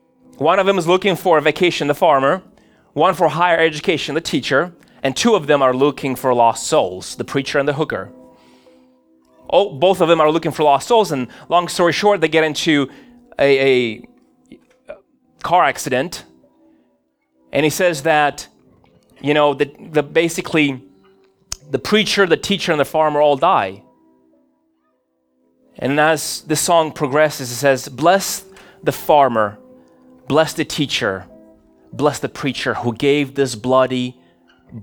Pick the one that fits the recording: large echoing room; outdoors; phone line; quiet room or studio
large echoing room